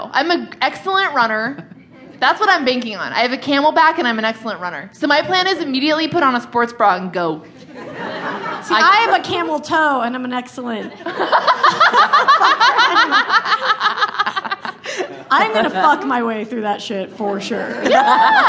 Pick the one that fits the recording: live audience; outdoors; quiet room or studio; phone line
live audience